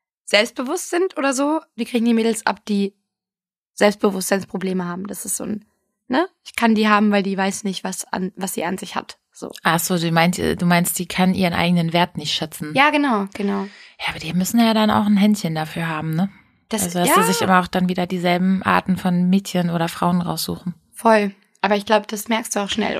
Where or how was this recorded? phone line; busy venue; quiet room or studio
quiet room or studio